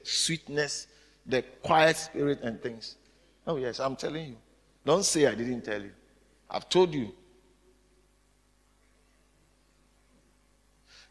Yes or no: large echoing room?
yes